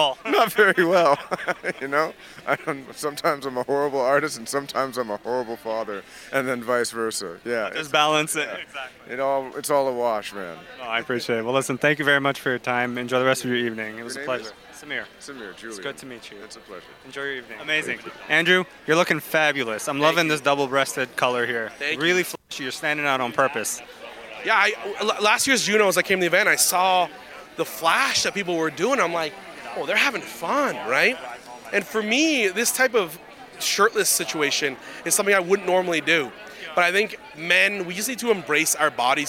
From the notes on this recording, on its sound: Episode filmed live from the Red Carpet at the JUNO Awards! Studio: Startwell Studios.